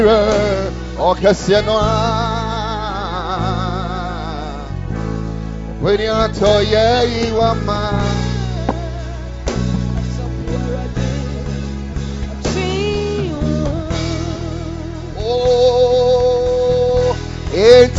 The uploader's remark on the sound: Preached at the Ekklesia Campus.